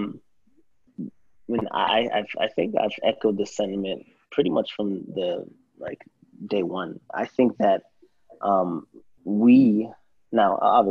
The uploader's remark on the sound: As a part of the Round Table Series, the crew takes things to a new level in a setting which everyone is able to collaborate across Zoom.